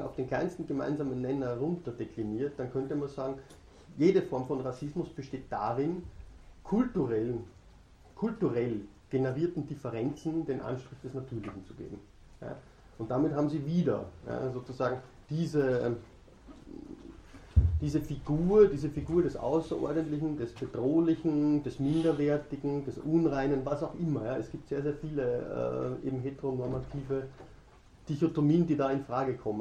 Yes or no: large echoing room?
yes